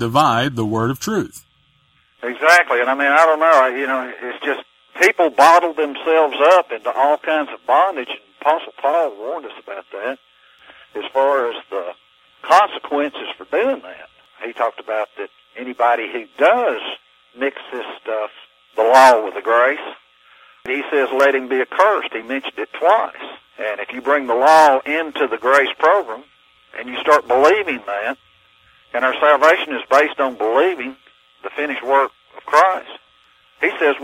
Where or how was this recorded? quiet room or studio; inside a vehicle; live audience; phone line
phone line